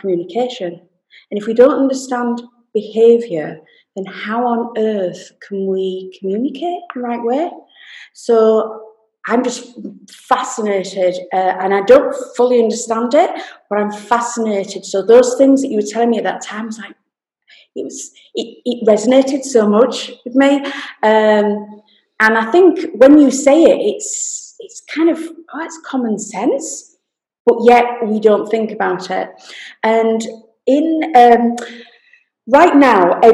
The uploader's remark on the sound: This podcast was recorded via Zoom.